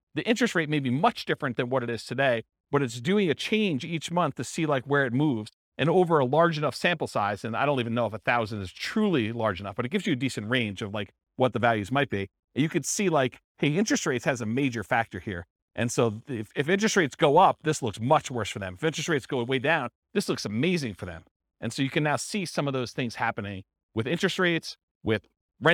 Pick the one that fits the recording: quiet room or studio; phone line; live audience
live audience